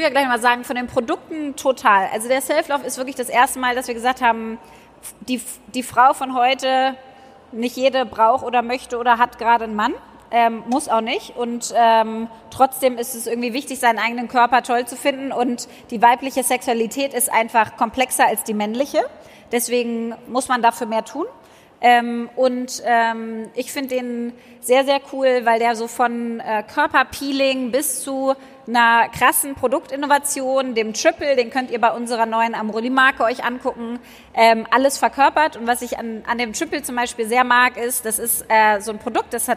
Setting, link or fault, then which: setting, live audience